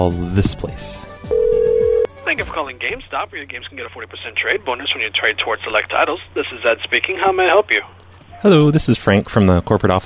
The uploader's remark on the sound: Prank Phone Calls